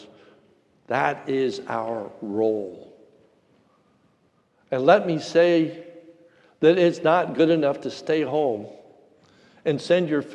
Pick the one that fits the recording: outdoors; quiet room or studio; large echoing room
large echoing room